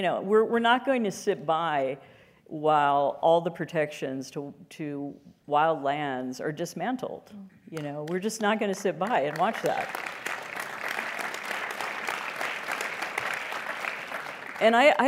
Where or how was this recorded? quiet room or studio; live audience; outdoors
live audience